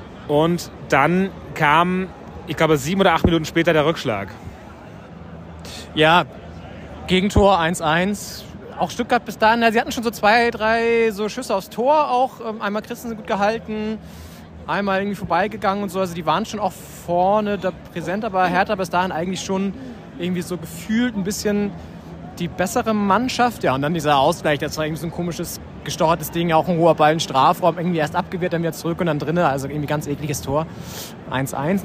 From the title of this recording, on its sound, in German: Live-Reportage aus dem Berliner Olympiastadion